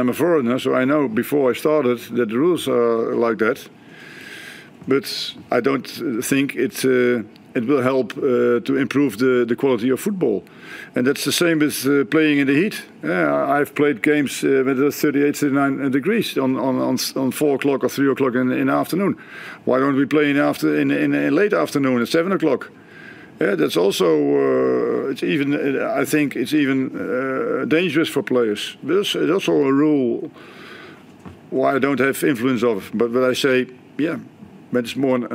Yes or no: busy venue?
yes